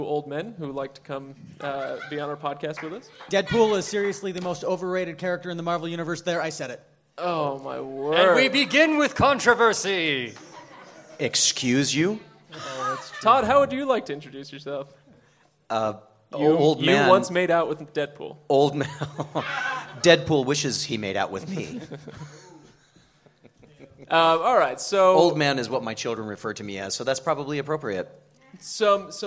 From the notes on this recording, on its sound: LIVE from Salt Lake Comic Con. Joined by a live audience at Salt Lake Comic Con. Chosen topics were quickly discarded in favor of nerdy games and audience participation.